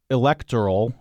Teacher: with the emphasis on the second syllable there